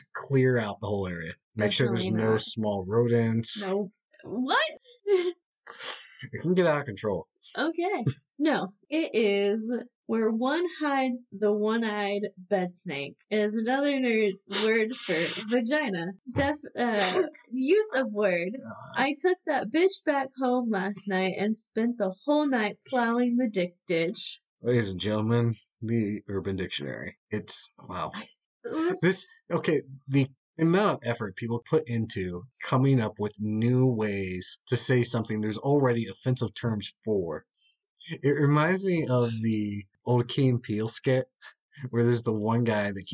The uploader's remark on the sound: This episode has some audio issues.